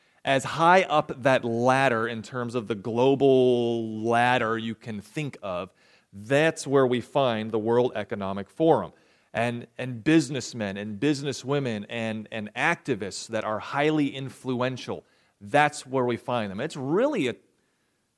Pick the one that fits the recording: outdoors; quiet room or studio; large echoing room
large echoing room